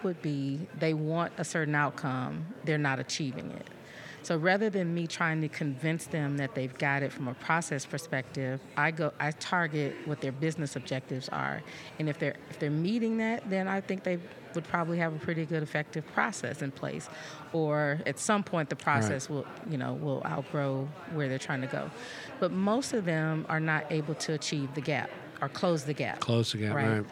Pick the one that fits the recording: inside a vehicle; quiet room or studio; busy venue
busy venue